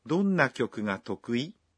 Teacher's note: Trong phát âm mẫu thì khi nói tokui, người ta lên giọng.